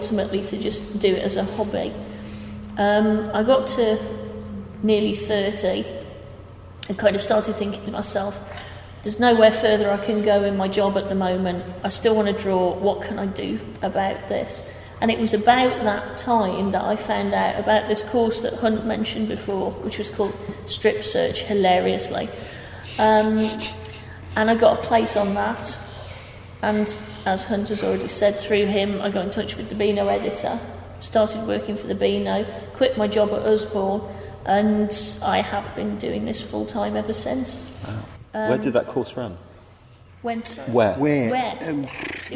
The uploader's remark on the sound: in an interview recorded at Caption comics festival, Coventry